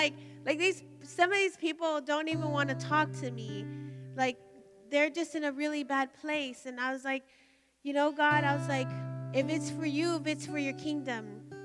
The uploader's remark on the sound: Recorded live at Emerging Streams Apostolic Center.